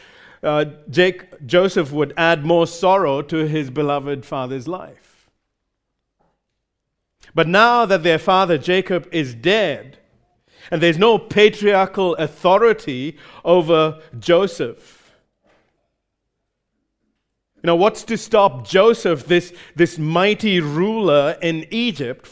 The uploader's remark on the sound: Recorded live at Grace Community Bible Church.